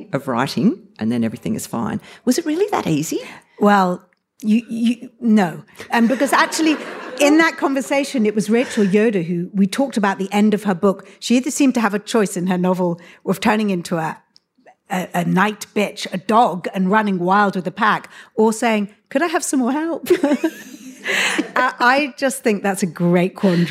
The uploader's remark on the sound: This event was recorded on Saturday 4 March 2023 at the Wheeler Centre as part of M/OTHER.